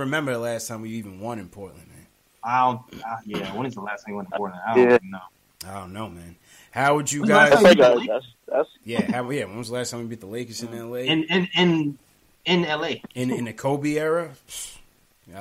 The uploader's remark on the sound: take live phone calls from fans around the world